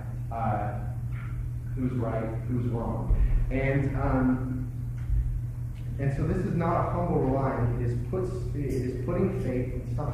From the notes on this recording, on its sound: We apologize for the poor quality of the recording on this sermon.